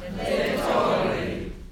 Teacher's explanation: It's not torri, it's front rolled R